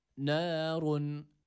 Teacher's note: Nun ince bir harftir. Üstün harekesi almış e-a arası bir ses veriyoruz. Nârun. Ra harfi burada kalın u sesiyle okuyoruz. · Term: nun harfi